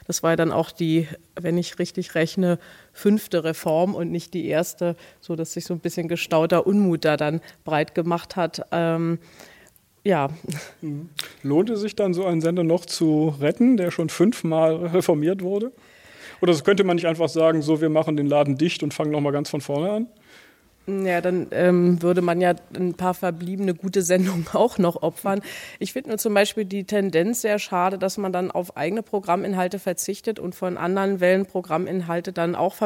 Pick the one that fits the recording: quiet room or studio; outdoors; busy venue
busy venue